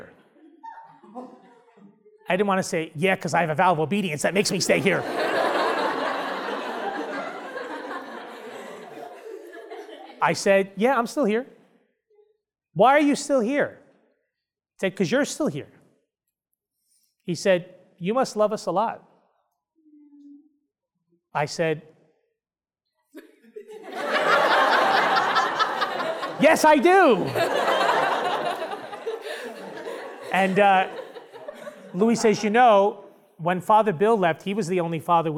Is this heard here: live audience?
yes